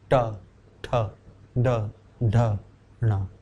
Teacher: ट में क्या होता है, जीव का जो अग्रभाग है जो tip of the Tong, it roles back goes back and touches the arch